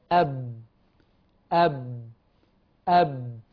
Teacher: من الشفتين مع انطباقهما، فتولد صوت الباء. هذا التصادم ولد صوت الباء